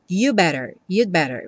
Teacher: você encosta a língua no céu da boca para fazer o D do you'd, você já fecha o lábio também para fazer o better